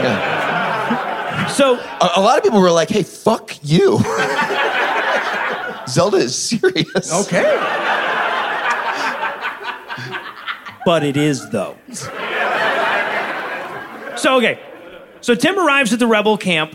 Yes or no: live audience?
yes